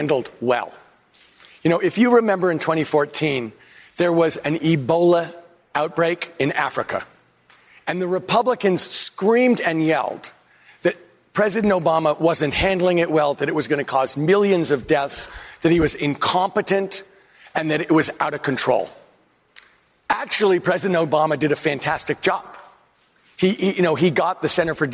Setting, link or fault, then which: setting, live audience